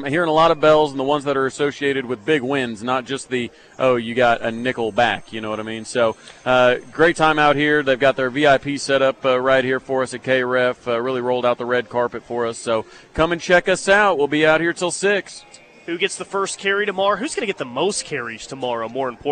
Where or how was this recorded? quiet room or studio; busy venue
busy venue